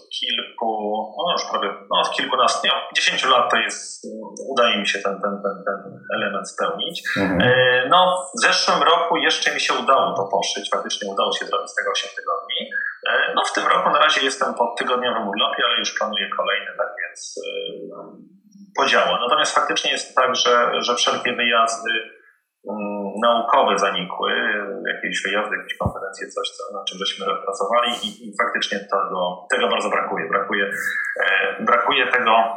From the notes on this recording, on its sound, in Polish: Przepraszamy za ścieżkę dźwiękową, prosimy o wyrozumiałość ze względu na aktualną sytuację pandemiczną.